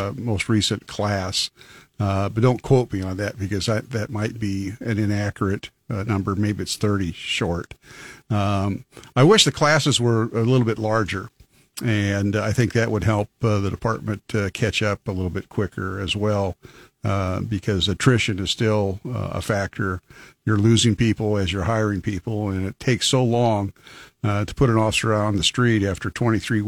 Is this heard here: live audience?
no